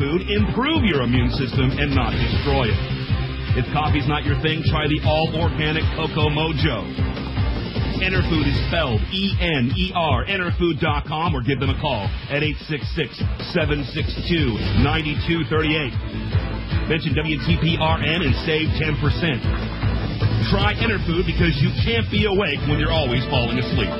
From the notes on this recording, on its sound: we take phone calls from listeners